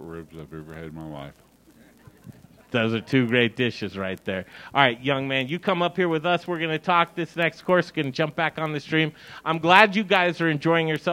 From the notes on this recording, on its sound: Cooking live outside! Fall Dinner Series from Logan Street Denver! We're live from Logan Street Restaurant with our Fall Dinner Series to highlight the best in Colorado Food and Beverage!